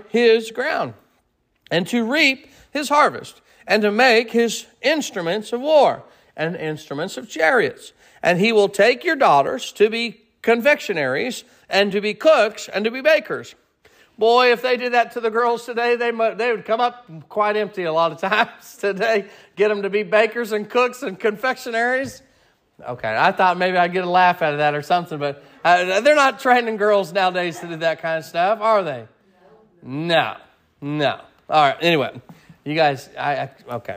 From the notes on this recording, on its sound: Sermon preached at Mid County Baptist Church